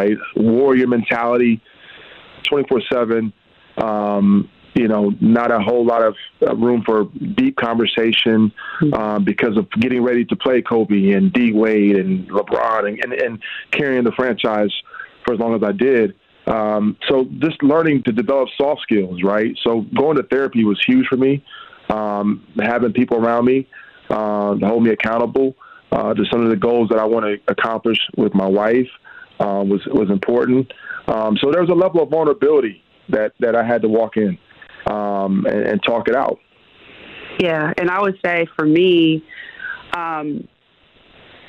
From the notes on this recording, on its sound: call in to MKE in the Morning